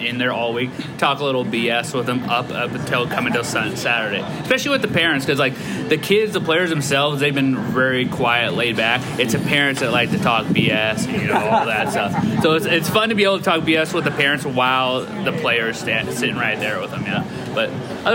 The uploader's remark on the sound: Rainbow Wrap-Up - UH/Vanderbilt Game Week Live Show. Are flanked by fellow Rainbow Warrior die-hards at Agave & Vine at Ala Moana for our second-ever live show.